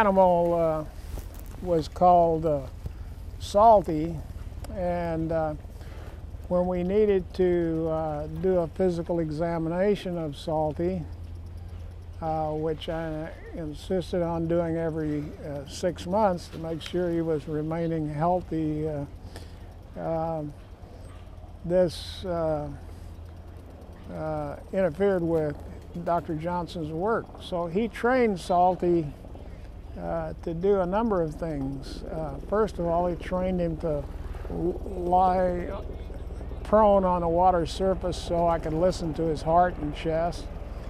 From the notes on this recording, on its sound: We sat outside on the floats of the dolphin pens with Coronado air base in the background while training ops were being conducted. It’s possible you’ll hear some extraneous sounds from the jets and helicopters in addition to the dolphin blows.